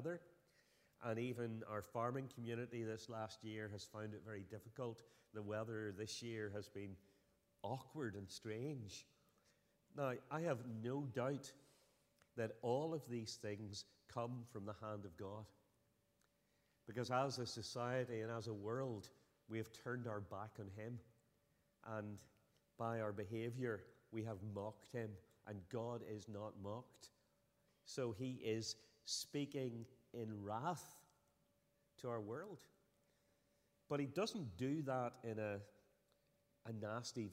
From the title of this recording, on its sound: Sunday 8th October 2023 evening service